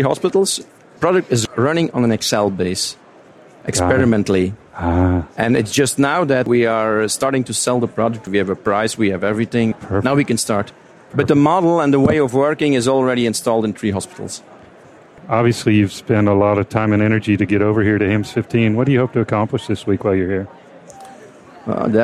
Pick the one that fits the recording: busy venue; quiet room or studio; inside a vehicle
busy venue